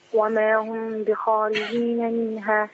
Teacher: الخاء عندي أنا مفخمة تفخيم عالي. وما هم بخاء مش بخاء.